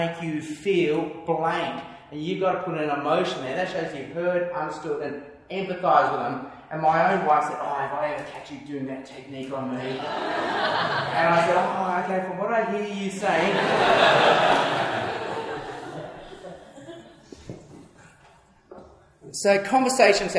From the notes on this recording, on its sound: takes questions from his audience of church planters